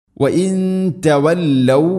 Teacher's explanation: സാക്കിന നൂന് ശേഷം ത, ഇഖ്ഫാ ബിഗുന്ന, അവ്യക്തമാക്കി മണിക്കുക.